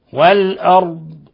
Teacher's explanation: ولاحظوا إظهار الاستطالة في الضاد والتفخيم